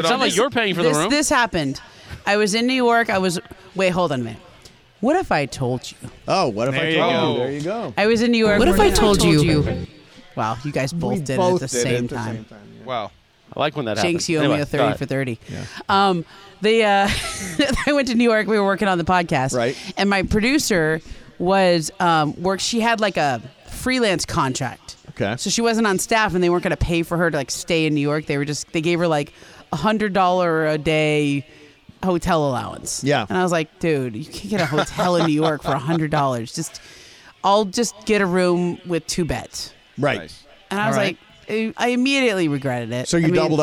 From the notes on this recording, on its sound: We're live from Yaamava!